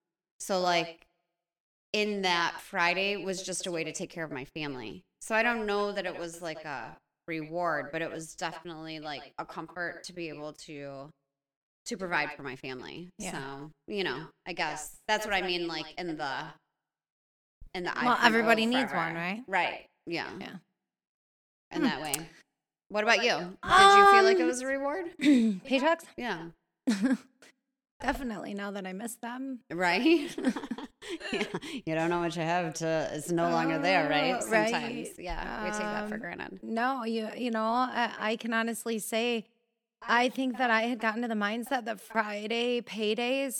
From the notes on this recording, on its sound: you’ll have to forgive us for the weird echo